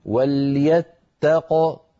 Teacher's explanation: لو وقفنا على وليتق أيضا نقف بقاف ساكنة مقلقلة هكذا وليتق.